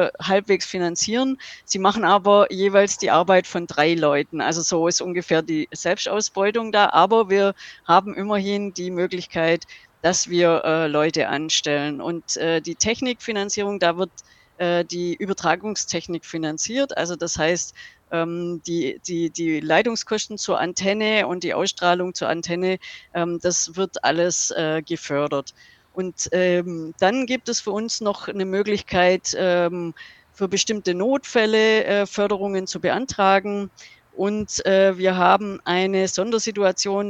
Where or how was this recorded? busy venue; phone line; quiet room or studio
busy venue